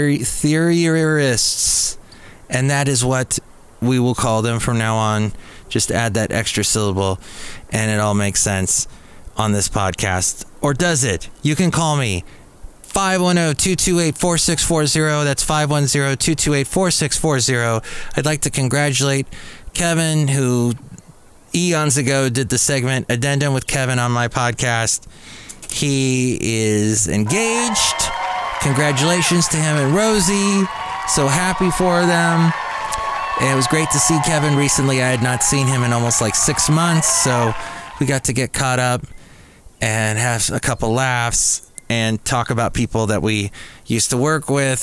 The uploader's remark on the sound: podcasts live from Cafe Anyway